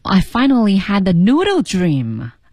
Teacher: Noodle dream 它是一个降调